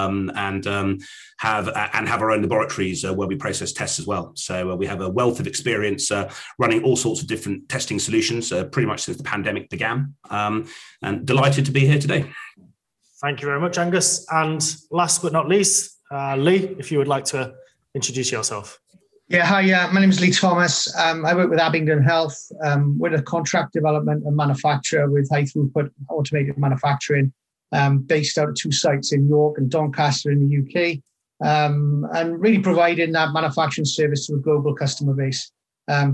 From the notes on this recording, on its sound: In this live webinar